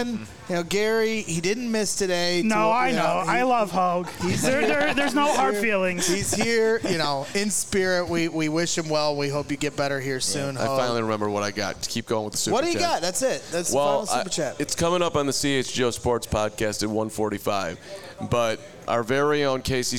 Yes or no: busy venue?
yes